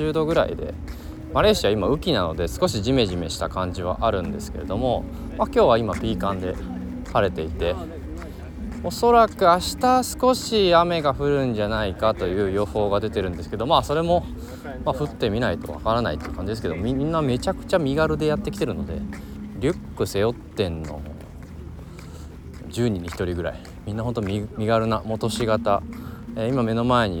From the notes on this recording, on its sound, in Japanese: フジロック前週にマレーシアにて開催されたGood Vibes Festivalで現地収録を実施。1日目終了後に緊急収録。